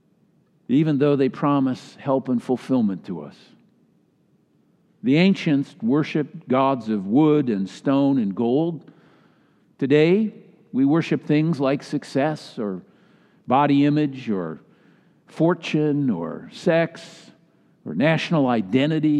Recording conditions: large echoing room